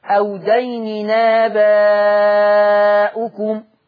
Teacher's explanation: هنقل الفتحة بتاعت الهمزة إلى التنوين · Term: النقل